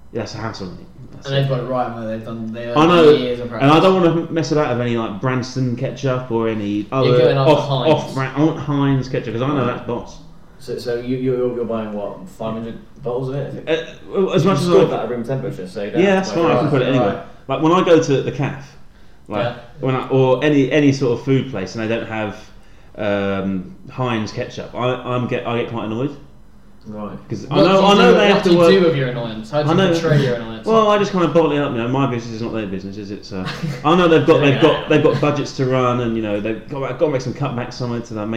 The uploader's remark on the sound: SORRY FOR ANY TECHNICAL ISSUES OR SOUND PROBLEMS